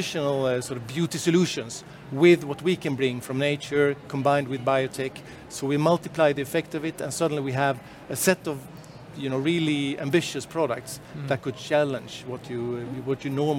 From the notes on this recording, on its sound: a live talk we hosted at CIFF, Copenhagen International Fashion Fair